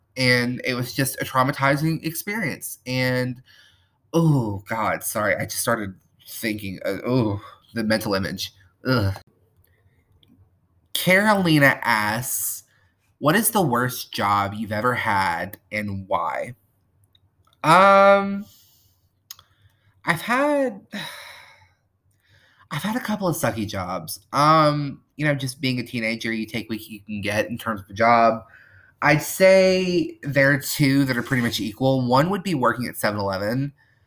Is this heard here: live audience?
no